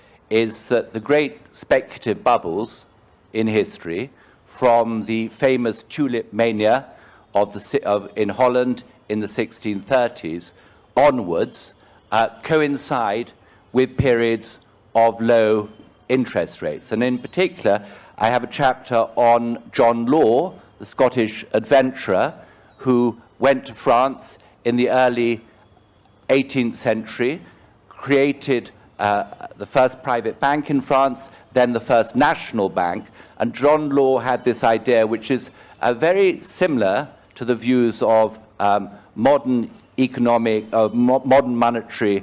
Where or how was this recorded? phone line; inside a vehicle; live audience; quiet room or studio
live audience